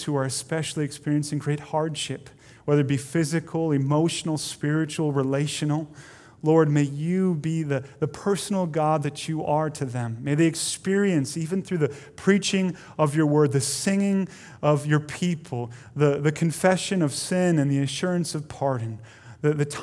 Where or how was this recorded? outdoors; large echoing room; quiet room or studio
large echoing room